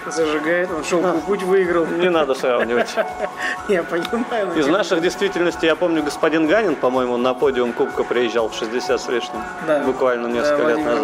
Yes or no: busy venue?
yes